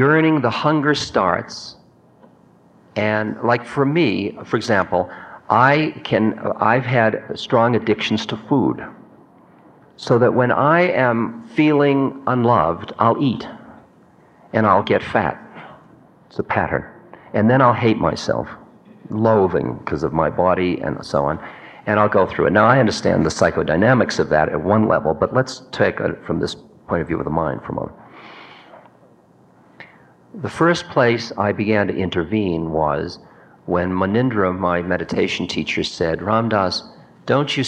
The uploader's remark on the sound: Q&A session from 1989